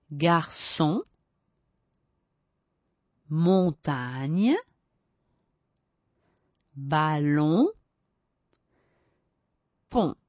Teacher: Il suono ne non si sente nelle nasali.